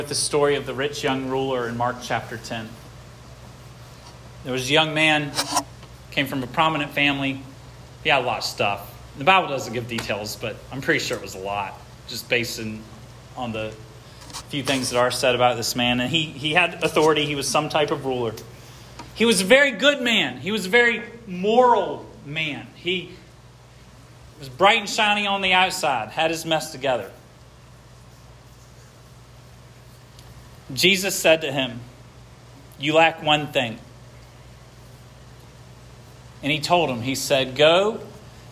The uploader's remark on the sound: This sermon was preached at Hope Fellowship